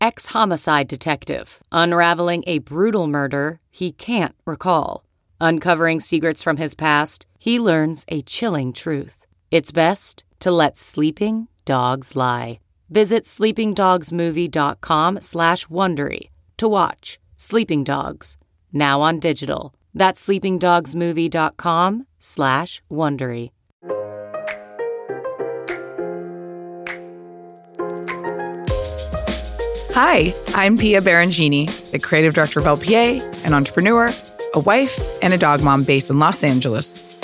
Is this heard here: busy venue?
no